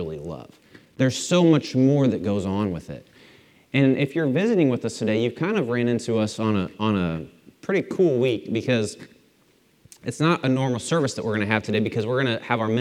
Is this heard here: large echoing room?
yes